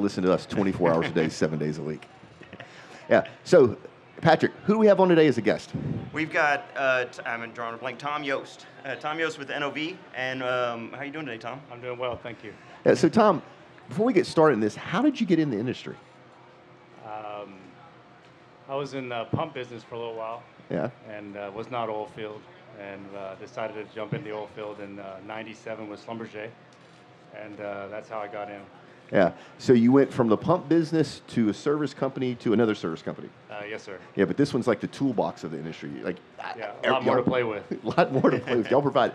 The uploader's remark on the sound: Red Wing’s Oil and Gas HSE Podcast was live at The Offshore Technology Conference, OTC 2017, in Houston, Texas. This is a special episode that was recorded in two parts: The first segment was recorded live from OTC 2017 at the Red Wing booth in the main exhibition hall at NRG Stadium. The second segment of this episode was recorded live from National Oilwell Varco’s annual shrimp boil.